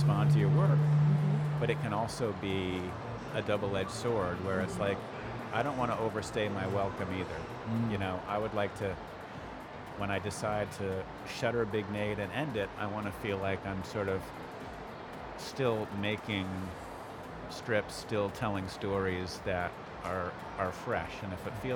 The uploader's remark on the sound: Live interview from SIBF 2022